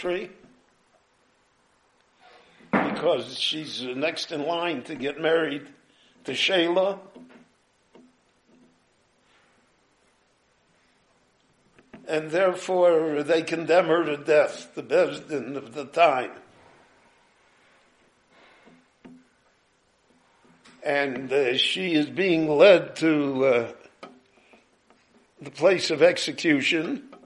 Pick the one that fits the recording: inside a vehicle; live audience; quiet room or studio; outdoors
live audience